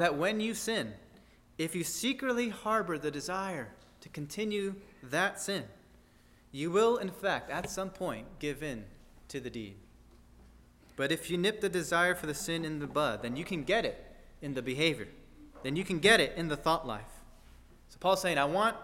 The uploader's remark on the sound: At First Baptist Church in Delphi, Indiana.